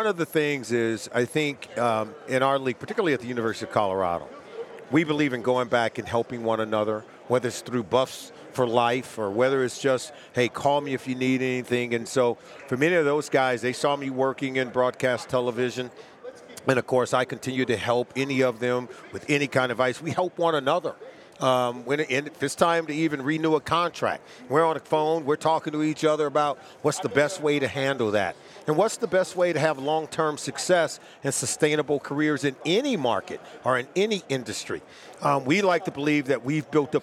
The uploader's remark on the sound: live from Las Vegas at Super Bowl LVIII Radio Row